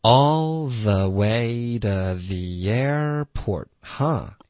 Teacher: 如果 to 这个单词前面有元音的话，这个 t 很可能会被读成 the